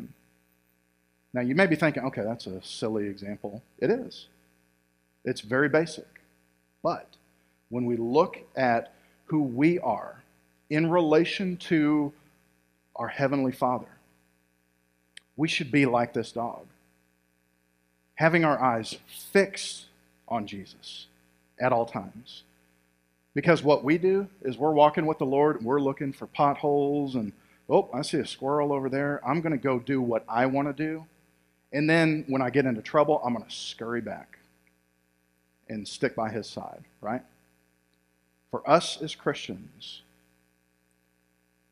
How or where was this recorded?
large echoing room